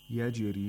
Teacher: يَجْرِي، we have قَلْغَلَ of جِيم. You have to allow the sound of جِيم to bounce back from its place of articulation, so the sound of جِيم is heard.